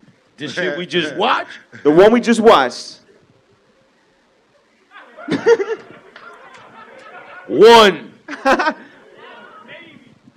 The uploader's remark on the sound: joined by a raucous audience at Highline Ballroom in NYC